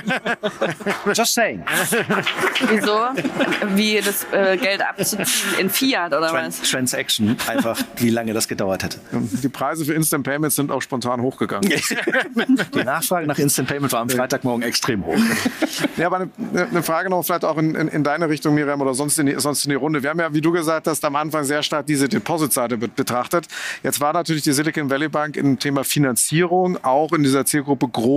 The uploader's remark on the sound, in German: Aufzeichnung des gleichnamigen Panels. Von der Payment Exchange 2023 in Berlin.